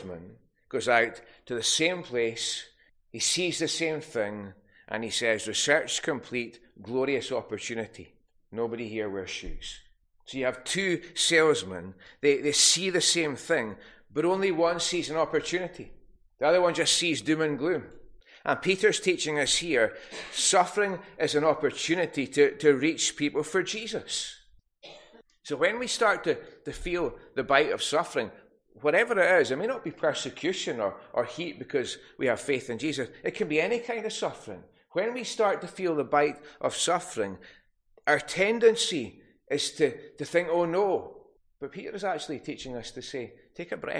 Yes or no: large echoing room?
yes